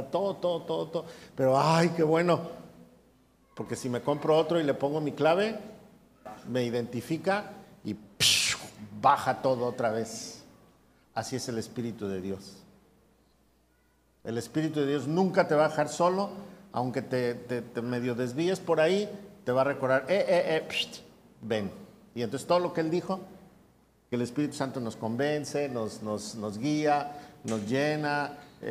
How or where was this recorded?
live audience